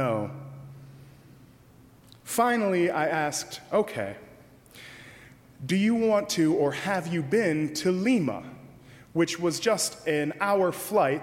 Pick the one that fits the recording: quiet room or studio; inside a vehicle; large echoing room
large echoing room